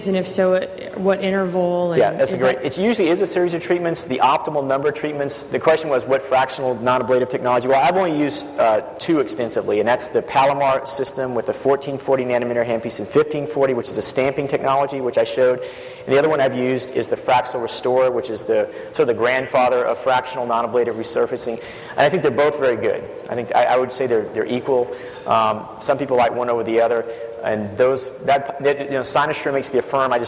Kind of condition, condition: setting, live audience